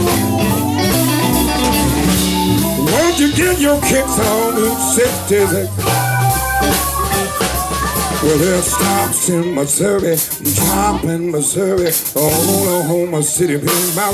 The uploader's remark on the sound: LIVE from the Randolph Street Market in Chicago, one of the TOP TEN antique market festivals in the US according to USA TODAY